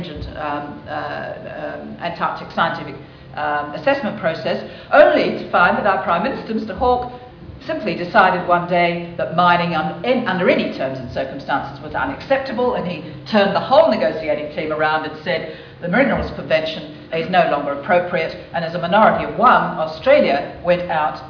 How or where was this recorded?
live audience